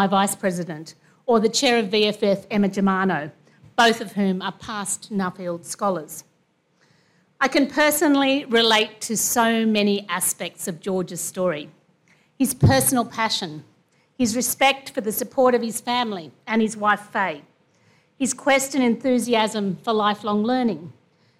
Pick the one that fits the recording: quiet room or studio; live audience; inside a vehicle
live audience